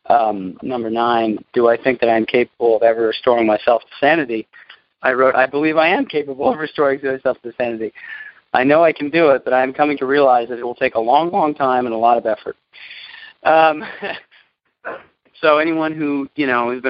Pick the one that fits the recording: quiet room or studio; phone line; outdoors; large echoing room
phone line